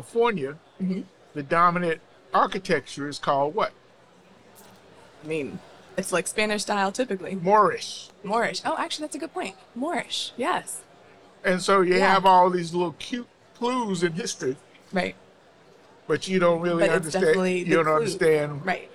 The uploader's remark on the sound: From the Expo floor at the 2023 American Institute of Architects (AIA) Convention.